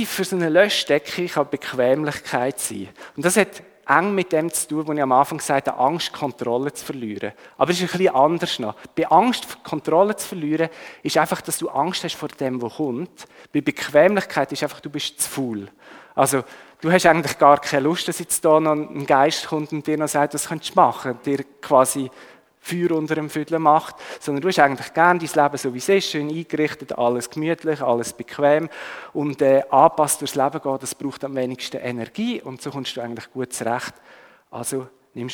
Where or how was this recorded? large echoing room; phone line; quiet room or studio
large echoing room